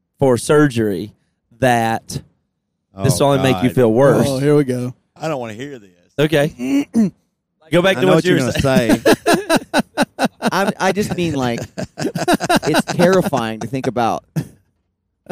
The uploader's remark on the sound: We re riding down the road in the middle of the California Desert so we decide to record a pod!